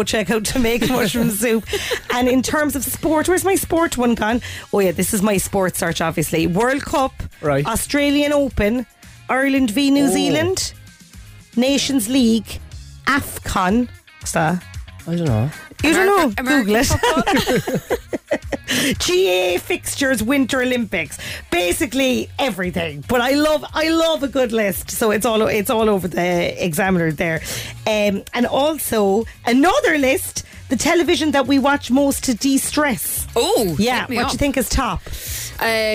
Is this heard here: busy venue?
no